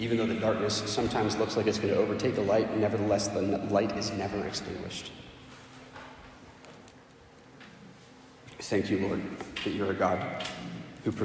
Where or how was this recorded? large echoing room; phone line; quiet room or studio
large echoing room